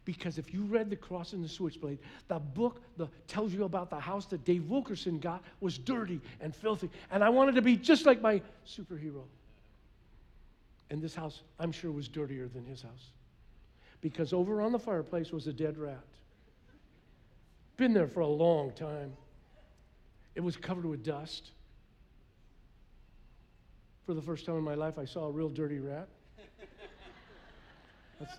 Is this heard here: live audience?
yes